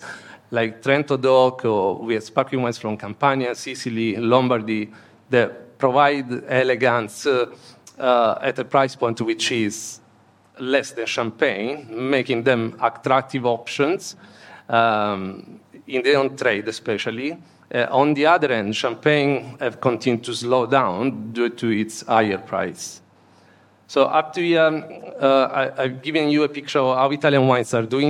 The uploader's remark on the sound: We present the session recordings from the wine2wine Business Forum 2023. Recorded during the Forum held in Verona in November 2023.